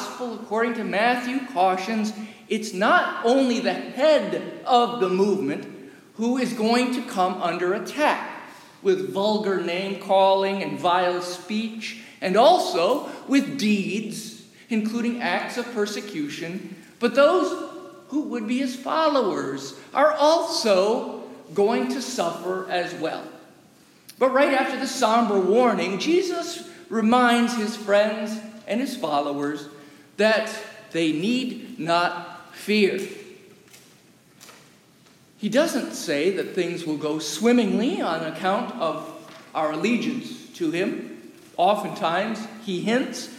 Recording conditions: large echoing room